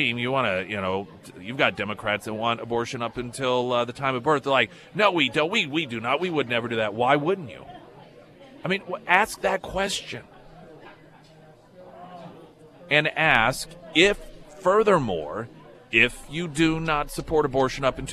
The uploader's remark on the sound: live at Scramblers Diner for the Friday Road Show